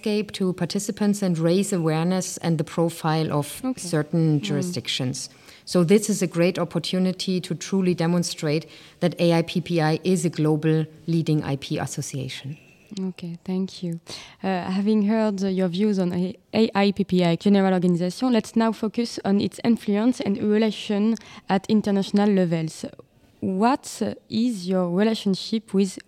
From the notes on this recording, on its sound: Marking the beginning of a special series recorded on the sidelines of the AIPPI World Congress 2023 in Istanbul, Turkey.